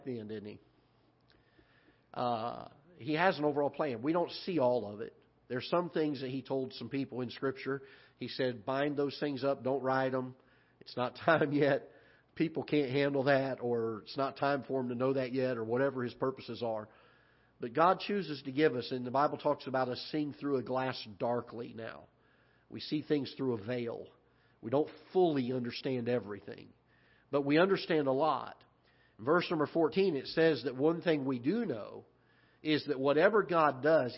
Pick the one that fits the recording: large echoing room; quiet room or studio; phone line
large echoing room